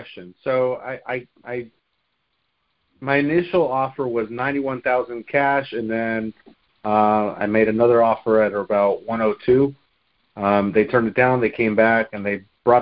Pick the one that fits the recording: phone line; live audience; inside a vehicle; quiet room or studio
phone line